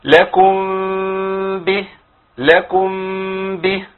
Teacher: يبقى فيه فرجه بسيطه بين الشفتين · Term: الاخفاء